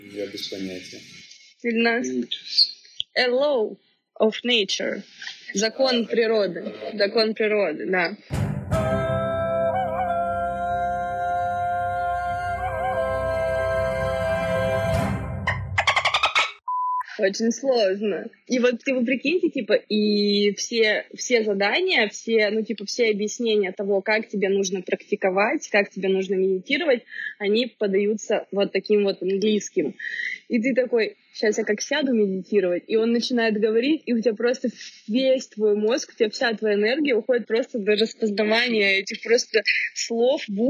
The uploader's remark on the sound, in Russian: и все это с плохейшим звуком